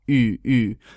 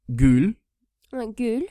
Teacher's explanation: Your mouth is rounded, it's closed, so you're like making a fishy face, and it's in the front of your mouth.